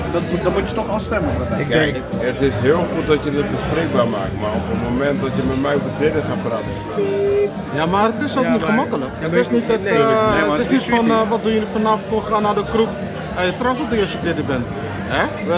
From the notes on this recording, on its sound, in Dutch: Midden in grand café "In Den Boekenkast" op het stadsplein in Capelle